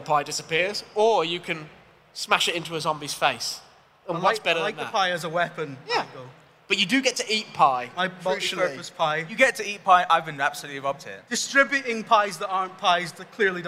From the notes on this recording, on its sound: We decided to ask it for our first ever live podcast, recorded at EGX London earlier this year, with an open mic for members of the audience to chime in with their suggestions.